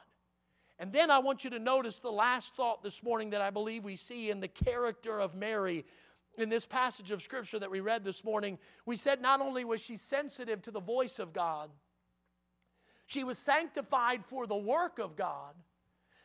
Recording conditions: large echoing room